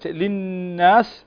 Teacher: فالنون هنا مشددة تغن مقدار حركتين